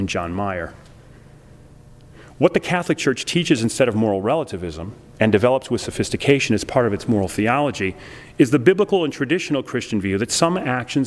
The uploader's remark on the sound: delivered this lecture on October 6, 2009 at the University of Chicago's Swift Hall